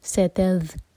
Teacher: ذال پر رخاوہ کیا جاتا ہے، تھوڑا سا ٹائم دیں گے ذال ساکن پر. ستذکرونہن، رو ہیوی نون پر غنہ.